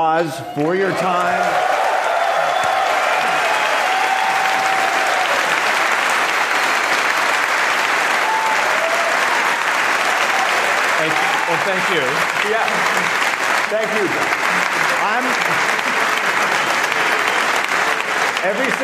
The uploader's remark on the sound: Live From WWDC 2019